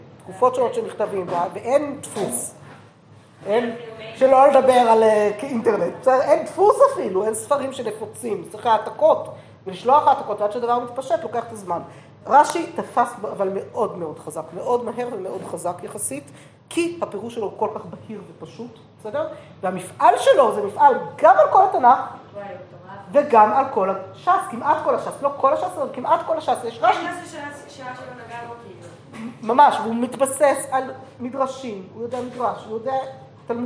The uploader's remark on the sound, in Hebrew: השיעור הועבר והוקלט עם תלמידות מדרשת שחרי, במסגרת הקורס בתולדות ספרות ההלכה שנלמד במדרשה.